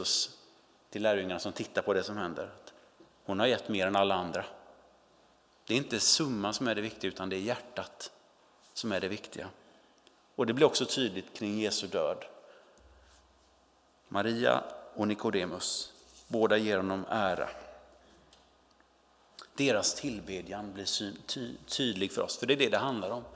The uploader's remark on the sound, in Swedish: Inspelning från Immanuelskyrkan Skövde.